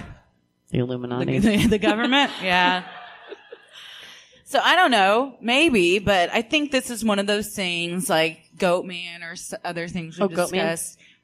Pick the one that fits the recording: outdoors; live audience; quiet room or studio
live audience